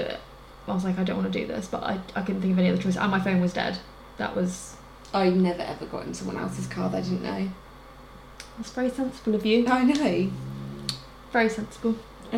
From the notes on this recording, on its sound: Sorry about the background noise in this week's episode, we had 2 very loud snorers in the room with us (our cheeky lil Frenchies).